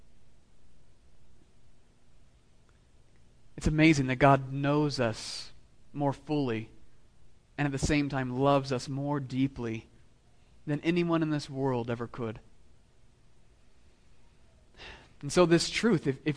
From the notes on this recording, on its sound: Sermon delivered to meeting of the Southwest Presbytery of the PCA, Fall 2016, at Christ the King Presbyterian Church of El Paso